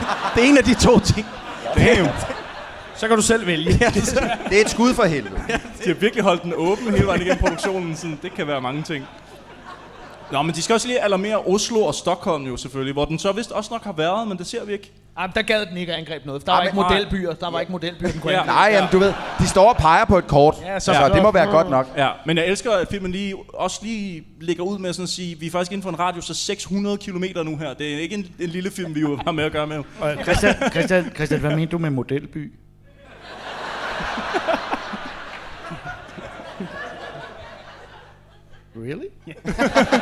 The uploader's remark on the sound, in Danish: Gik Dårligdommerne på scenen på Bremen Teater. Det var intet mindre end en fantastisk aften, og vi vil gerne takke alle jer der var der.